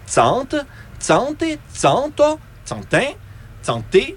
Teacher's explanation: Les personnes de la conjugaison se distinguent par le timbre de la voyelle finale. Par exemple, pour le verbe chanter au présent, on dit dans les six personnes successives « tsante, tsante, tsanto, tsantin, tsante ».